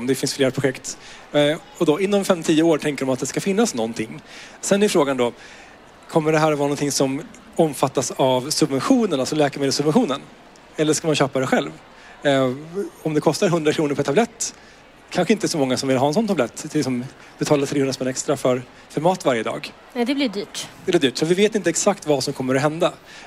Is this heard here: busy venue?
yes